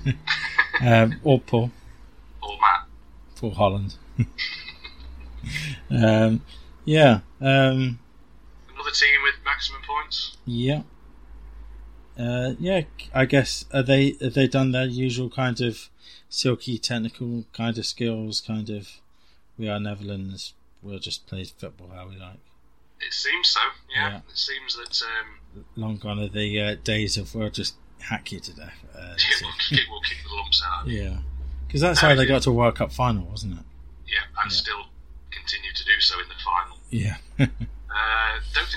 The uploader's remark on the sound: apologies for the audio issues